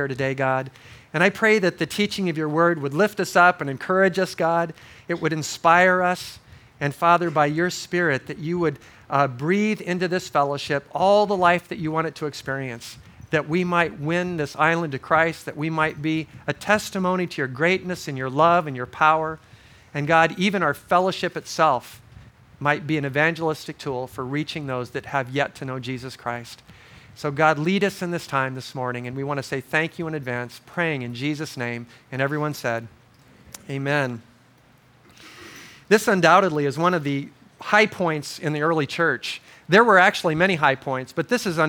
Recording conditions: large echoing room